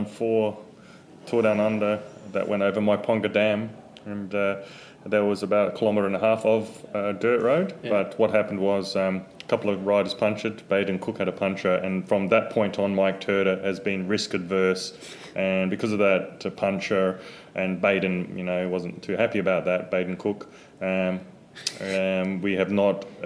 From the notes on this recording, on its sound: Recorded moments after the completion of Stage 5 of the 2020 TDU